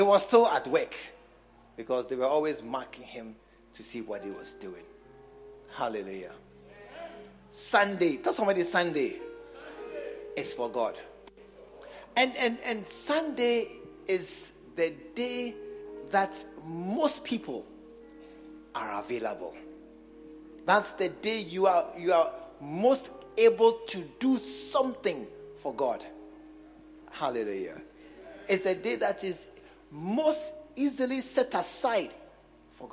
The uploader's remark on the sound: preached at the True Vine Cathedral, Bantama